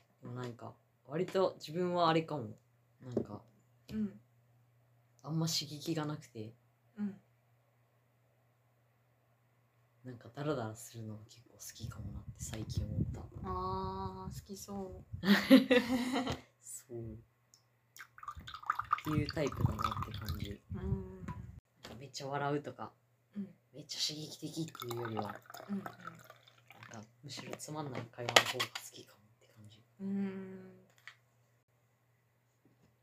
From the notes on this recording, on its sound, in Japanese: 食べながら飲みながらの雑音多めの雑談回！うるさかったらめんごです。